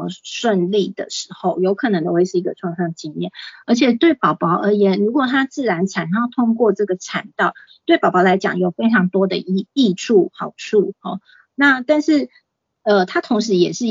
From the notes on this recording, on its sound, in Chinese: 講座錄音。此為線上課程錄音檔！